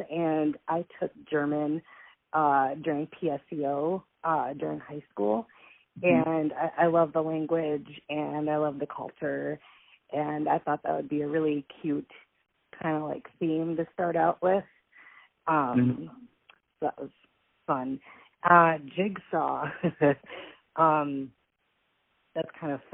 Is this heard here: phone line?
yes